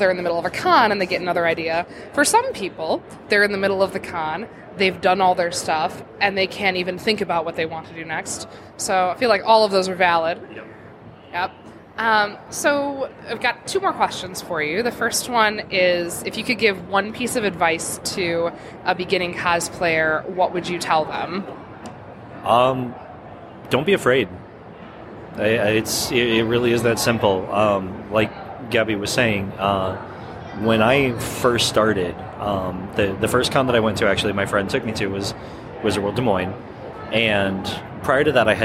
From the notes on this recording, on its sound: Live at C2E2